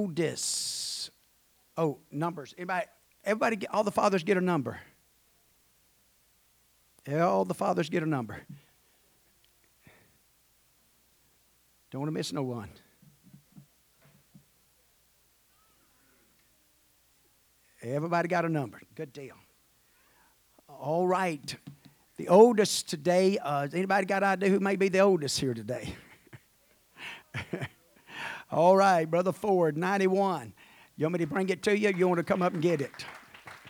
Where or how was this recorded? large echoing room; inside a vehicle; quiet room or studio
large echoing room